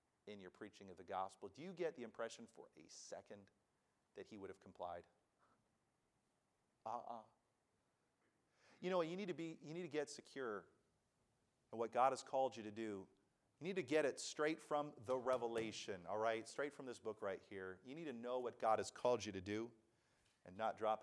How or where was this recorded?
large echoing room